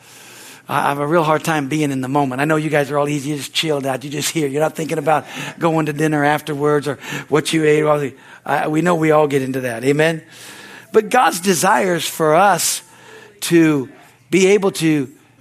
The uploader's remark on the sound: the Wednesday service on September 6, 2023 at Harvest Bible Church in Stockton, California